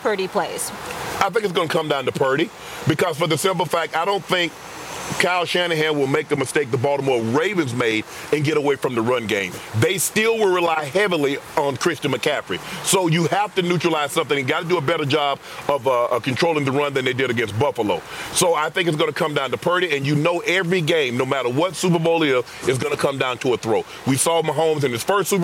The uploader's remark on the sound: Live from the Super Bowl in Las Vegas.